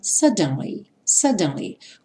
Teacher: No inglês britânico, eles falariam suddenly, suddenly, com o D bem marcadinho